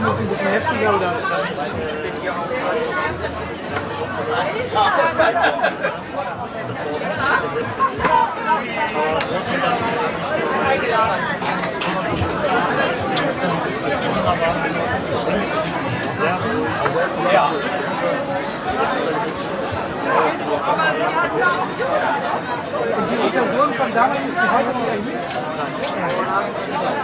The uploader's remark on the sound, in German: (mit Audiostörung). Live vom Beach Beach Festival.